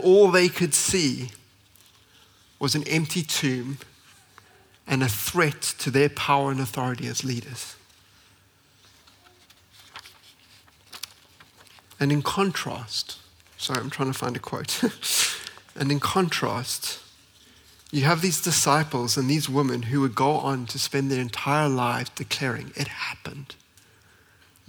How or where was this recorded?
large echoing room